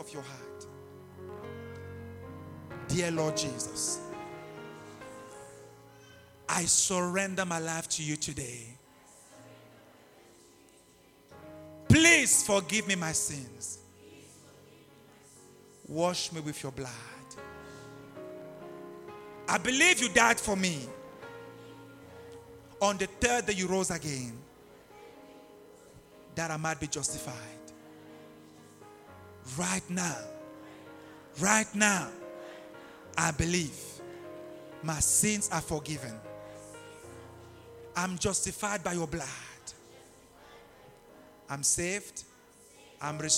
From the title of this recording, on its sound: LIVE AT ABC ROBEGA